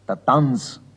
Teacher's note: Während der Franz sein scharfes Z am Schluss behält, klingt der Tanz in einem weichen S aus. Der Tanz. Das Letzte ist am Ende nur noch ohne alle Schärfe.